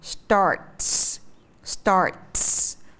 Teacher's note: âm s là một âm không rung cho nên những chữ có âm cuối là âm không rung thì mình đọc là âm s